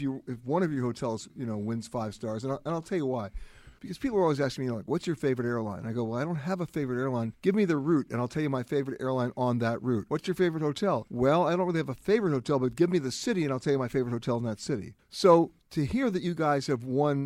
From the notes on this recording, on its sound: comes from the Forbes Travel Guide Luxury Summit at the Beverly Hilton Hotel in Beverly Hills, California